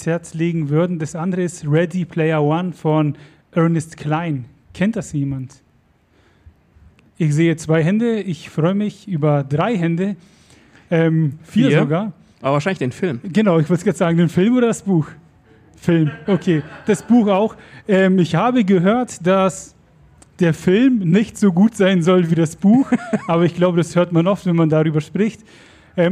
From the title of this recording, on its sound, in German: LuLL Live bei der Podcast Brause am 7. Juni 2023